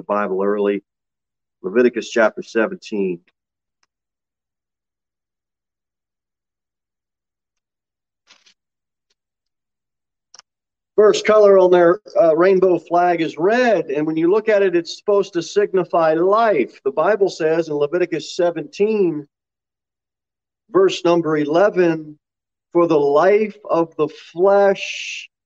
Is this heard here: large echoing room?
yes